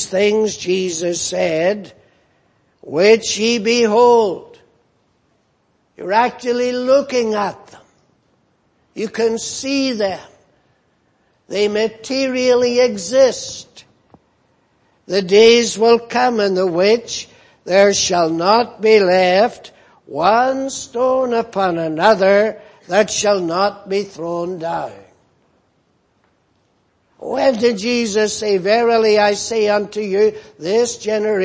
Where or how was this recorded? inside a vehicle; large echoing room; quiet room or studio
large echoing room